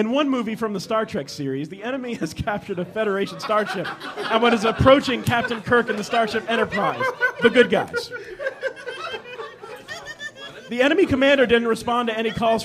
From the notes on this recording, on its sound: F Plus Live 2. In our second live show.